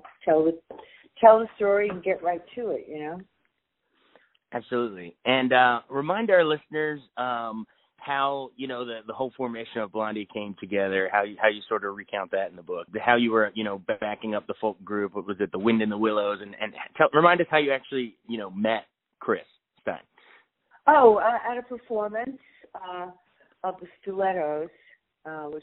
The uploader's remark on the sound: called